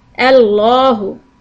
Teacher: We're just starting fresh from here, so we put a fatha on alif and say Allahu. Make the lam long and heavy.